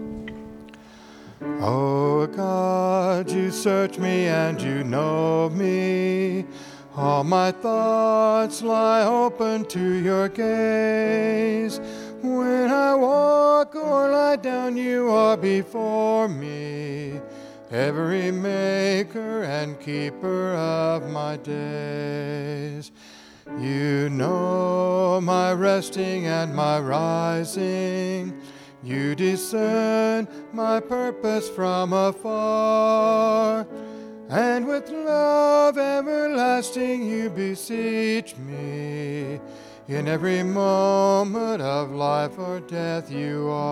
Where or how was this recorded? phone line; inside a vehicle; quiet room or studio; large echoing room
large echoing room